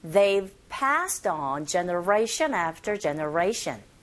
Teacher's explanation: They가 뒤에 나온 이 have에 축약된 상태로 they've. V 사운드가 아주 약하게 들리게 되죠. 하지만 입의 모양은 잡아주셔야 돼요.